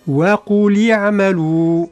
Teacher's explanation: في اللام من قوله تعالى فعل الأمر قل، وعوض بحركة الكسرة وقولي اعملوا نعم. والمطلوب هنا أن نبين الكسرة، لا ننطقها وكأنها فتحة